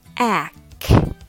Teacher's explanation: Emphasize the first syllable ack to get the stress right. Then two weak syllables follow with schwa sound.